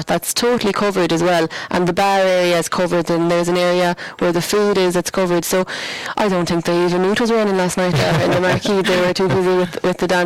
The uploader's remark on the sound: As recorded live 29th July 2023 and broadcast from the Stand at Tulla GAA pitch as part of Tulla Music Festival.